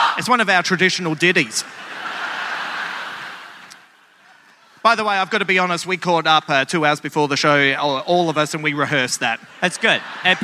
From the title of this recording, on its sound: live in Sydney